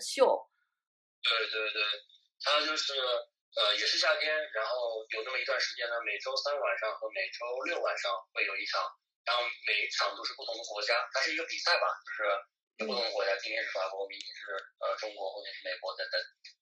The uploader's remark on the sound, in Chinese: 电话连线不可避免有杂音，见谅